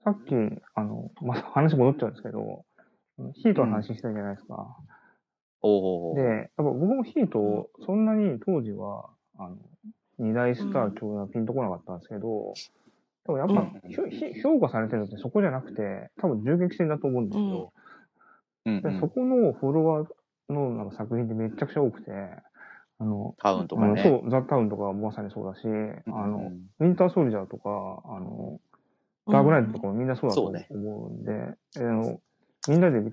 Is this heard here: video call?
yes